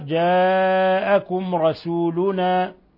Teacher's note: ميم ساكنة جاء بعدها الراء إظهار شفوي